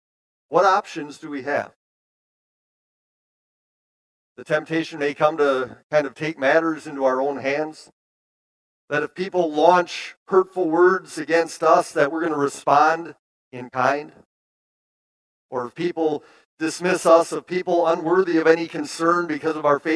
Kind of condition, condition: setting, large echoing room